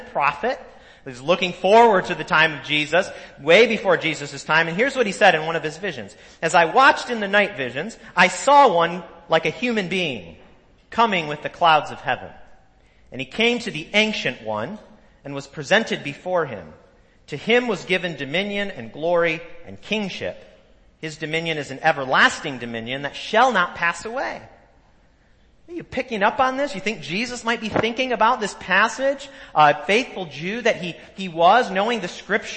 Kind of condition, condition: setting, large echoing room